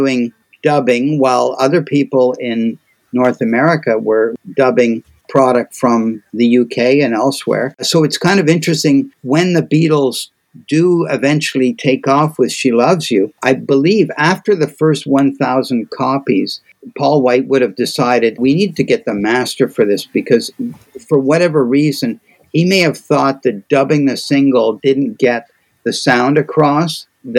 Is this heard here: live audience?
no